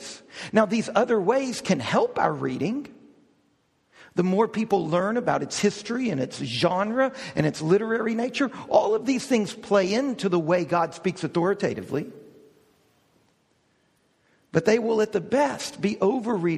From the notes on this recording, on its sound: We hosted a DownTown Talks focused on learning how to read the Bible well. This is an audio recording of the lecture.